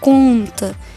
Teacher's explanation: Faça isso aí em casa, bote o dedinho do lado e fale a palavra conta. Você vai ver que você não escuta o N, mas você sente no nariz, você sente que nasalizou. Ou seja, esse N não conta como fonema.